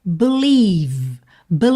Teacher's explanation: E esse i e do meio aí, esse encontro vocálico, vai soar i, gordinho mesmo, recheado, tá? Então vamos ter believe, believe, terminando o som no V, ok?